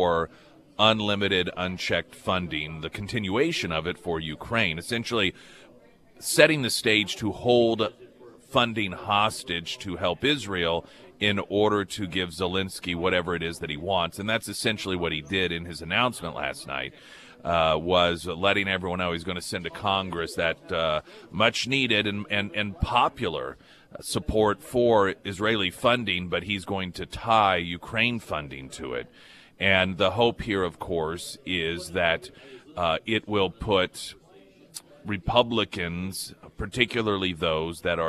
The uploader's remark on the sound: live at Scramblers Diner